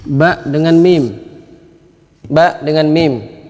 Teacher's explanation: Ini sama-sama tempat keluarnya sama, itu dua bibir.